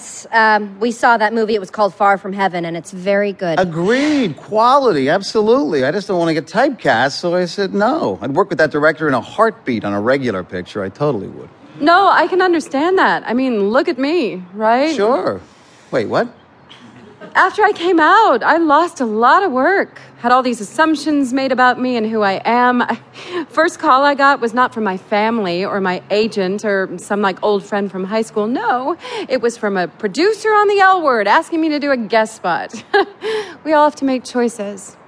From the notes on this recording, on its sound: recorded before an audience